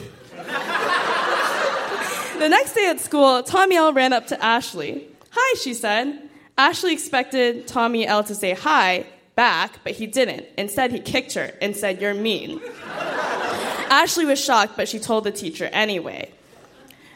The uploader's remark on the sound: Recorded live at the Royal Cinema in Toronto.